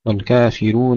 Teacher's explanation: الألف مفتوحة والراء مرققة · Term: ترقيق الراء